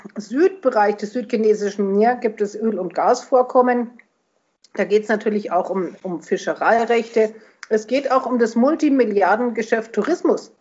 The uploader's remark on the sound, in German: Das Gespräch wurde am 17.05.2021 als Onlinetelefonat durchgeführt und aufgezeichnet.